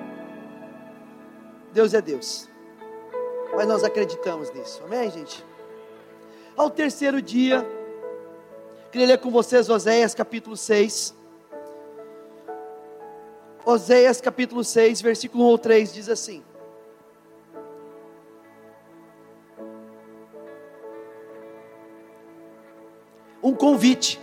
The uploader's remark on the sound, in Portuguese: gravado em nossa reunião de domingo